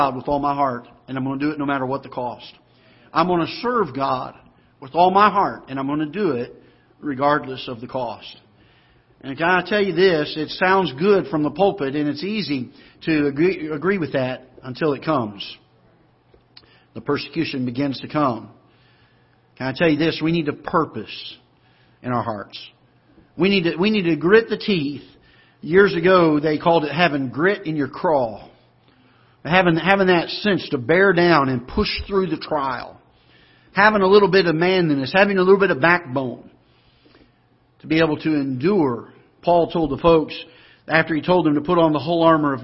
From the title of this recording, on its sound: Ketha Heights Baptist Church ~ Live Broadcast